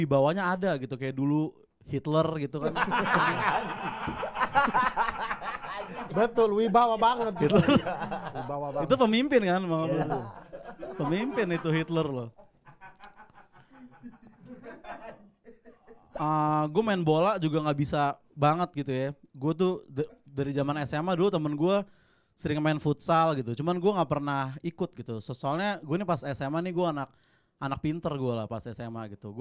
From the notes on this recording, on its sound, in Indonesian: Episode ini pake audio stand up gw di Bolanya Standupindo bray!